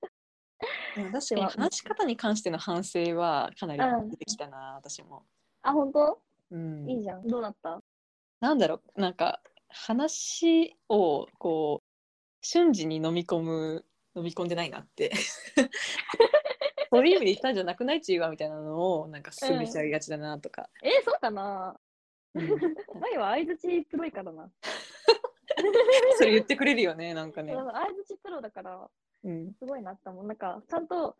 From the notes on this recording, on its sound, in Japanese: リモート収録